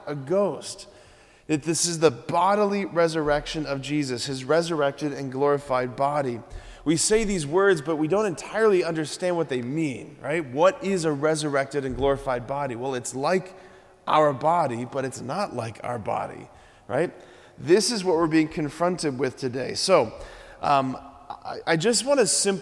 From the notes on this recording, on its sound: preached this homily on April 13, 2023 at Sacred Heart of Jesus Catholic Church in Wadsworth, OH